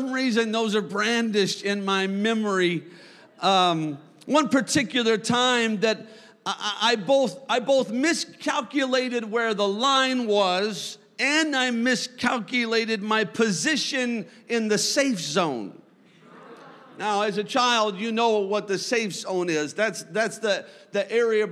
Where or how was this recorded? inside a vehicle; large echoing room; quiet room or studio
large echoing room